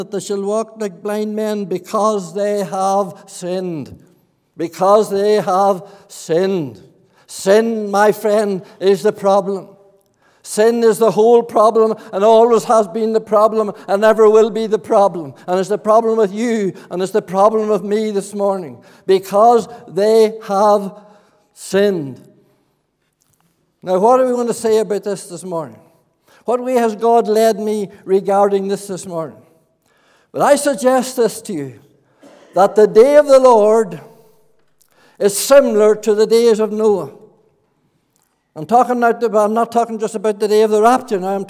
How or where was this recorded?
large echoing room